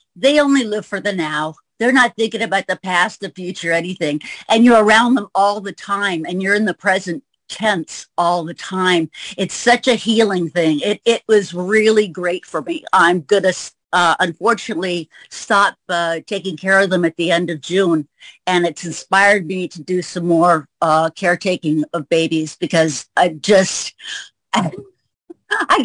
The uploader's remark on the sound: to be on our Zoom Show